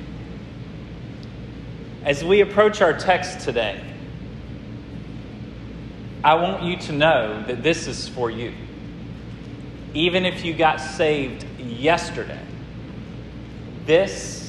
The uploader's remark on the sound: This sermon was preached at Hope Fellowship